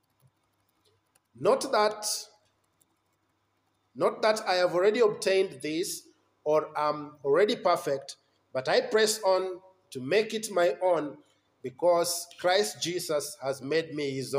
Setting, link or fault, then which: setting, large echoing room